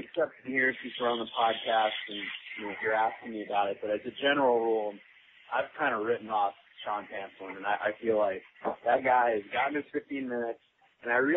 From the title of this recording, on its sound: Chronic Podcast: Suprise call